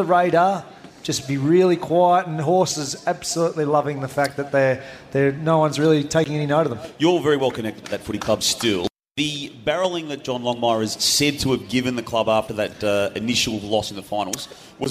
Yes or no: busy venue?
yes